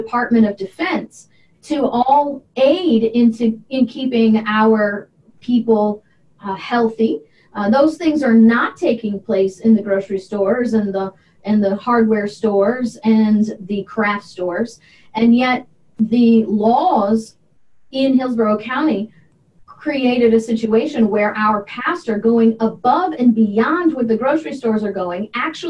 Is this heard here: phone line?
no